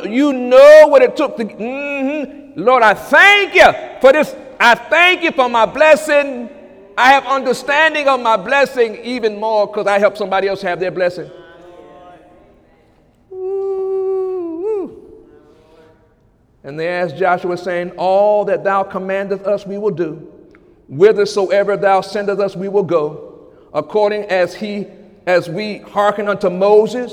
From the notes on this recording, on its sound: During Sunday morning service on July 16, 2017